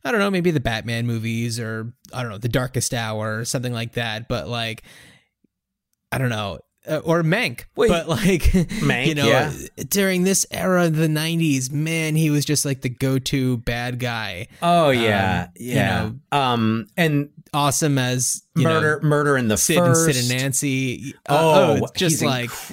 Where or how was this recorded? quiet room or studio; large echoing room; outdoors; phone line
quiet room or studio